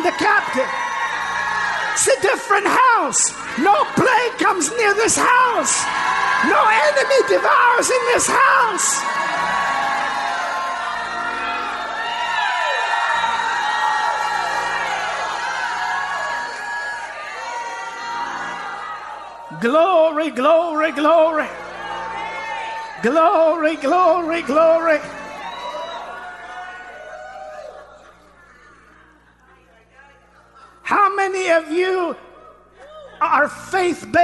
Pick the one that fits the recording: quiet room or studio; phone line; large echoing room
large echoing room